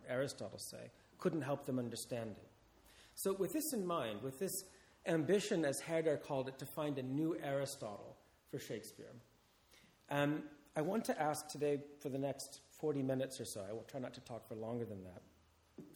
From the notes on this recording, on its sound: This talk is part of the Shakespeare and the Enlightenment symposium, held at Garrick's Temple to Shakespeare(Hampton, London) in September 2016.